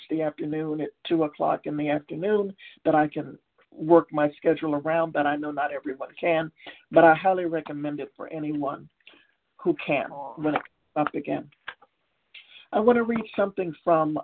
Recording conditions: phone line